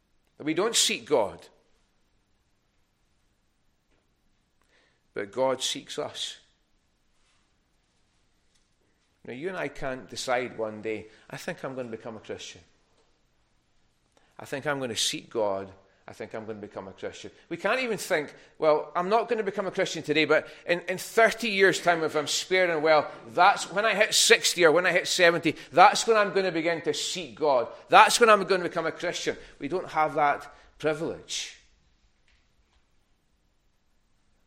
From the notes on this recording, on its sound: recorded at North Harris Free Church on the morning of Sunday, 3rd March 2024